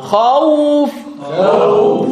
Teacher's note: أول مرة مثل المتبسم بعدين يتكورن الشفات